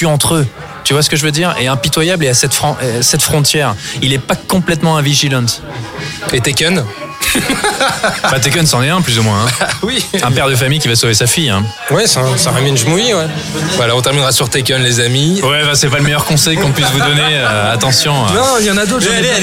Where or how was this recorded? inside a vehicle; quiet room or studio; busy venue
busy venue